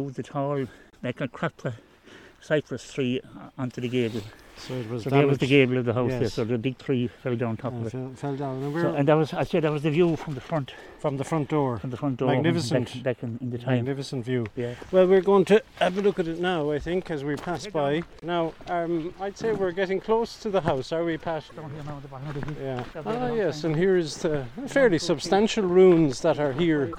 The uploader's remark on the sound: The three intrepid walkers start in Belvoir car park. Recorded over one day at the start of April 2023 typical Irish weather was encountered with rain, wind and sunshine all making an appearance. Paid a visit on their trek to the Sunyata Buddhist centre located on the hills.